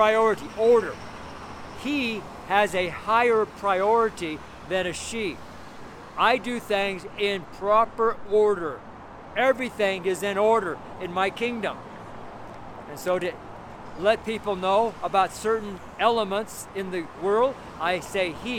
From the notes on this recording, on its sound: The street sermon preached on the street here in Boulder, Colorado. It's the audio only, the video is on the network channel.